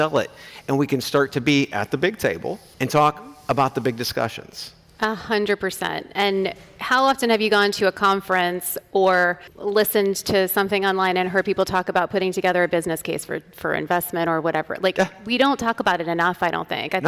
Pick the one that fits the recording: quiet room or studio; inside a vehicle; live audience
live audience